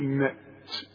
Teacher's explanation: وطلع شوية هوا كده علشان تطلع التاء، لأن التاء من حروف الهمس، تقول نأت اوعى تقلقنها.